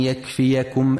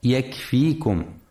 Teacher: ينتبه القارئ في كلمة يكفيكم لفتح الياء وعدم سكونها · Shown in: first take